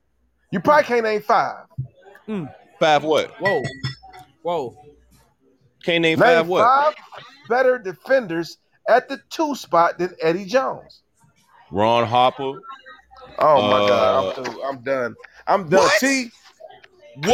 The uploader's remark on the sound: Live From Sharkeys